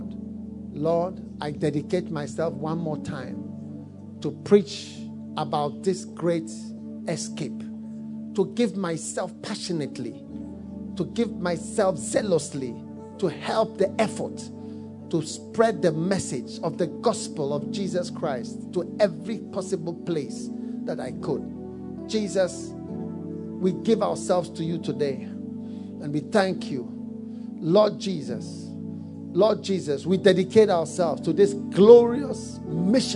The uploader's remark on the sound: Preached at the FLOW Good Friday Service.